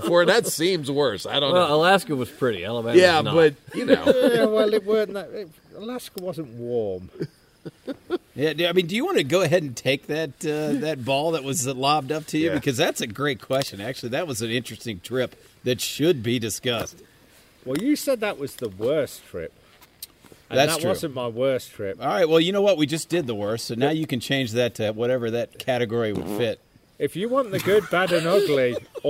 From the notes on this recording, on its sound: Recorded live in the Black Hills of South Dakota. I sit "lantern-side" in the backcountry with long-time hiking friends.